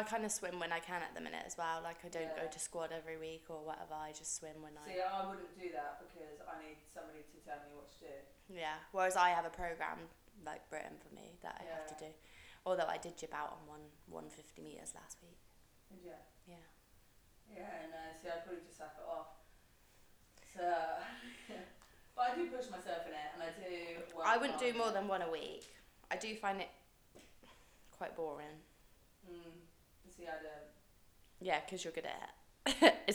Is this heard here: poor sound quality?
yes